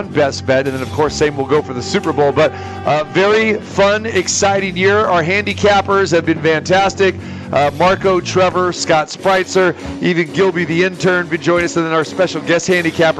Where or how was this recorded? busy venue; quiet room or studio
busy venue